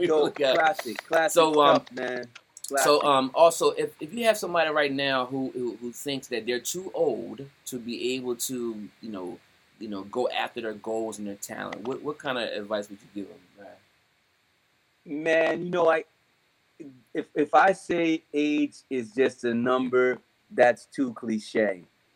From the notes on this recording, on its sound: Audio not 100% Clean Due to WIFI issues